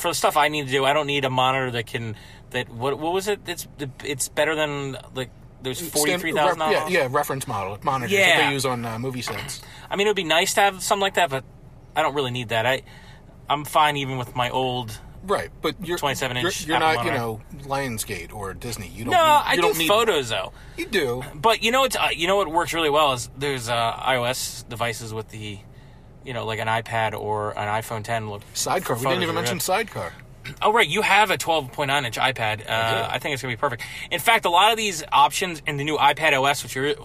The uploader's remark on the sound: We recorded this on the car ride home from a movie, so the audio quality isn't great